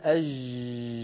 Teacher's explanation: أج هكذا رخوة، صوتها مفتوح المخرج يستطيع الصوت أن يمتد